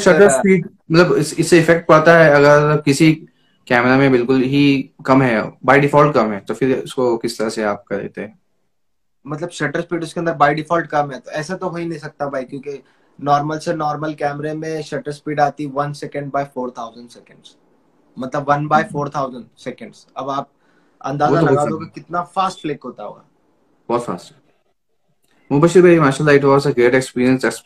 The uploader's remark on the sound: Recorded live on Instagram at 9 PM on 19 August, 2021.